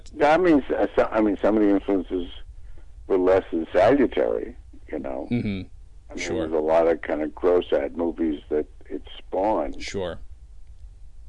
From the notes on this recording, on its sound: By phone from New York. Comedy on Vinyl is recorded at Fort Awesome Studios in beautiful downtown Burbank.